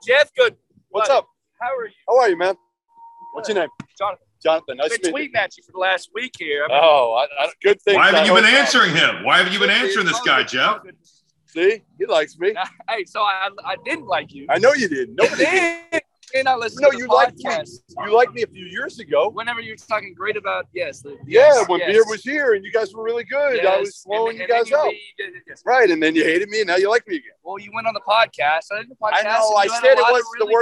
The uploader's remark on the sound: Camps Out With Angry Texas Tech Fans. Is LIVE from Lubbock, Texas ahead of one of the biggest games of the season!